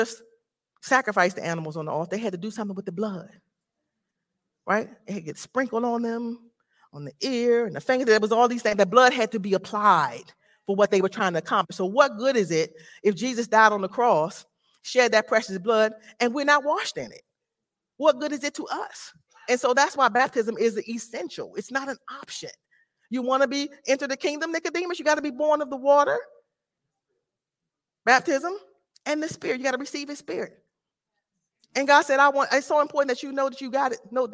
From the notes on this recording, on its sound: This sermon was recorded live on August 14, 2022 at Newark United Pentecostal Church.